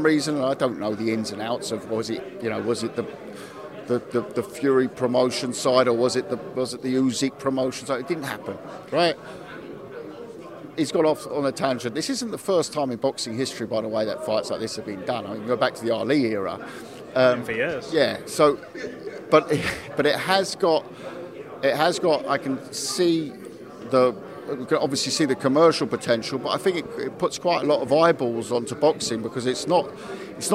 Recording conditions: busy venue